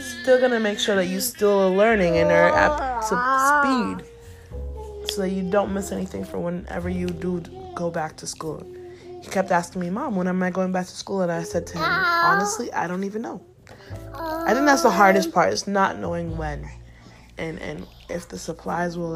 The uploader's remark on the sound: Warning i have not been successful in editing but i tried my best to keep the background noise to a minimum. This is uncut and real.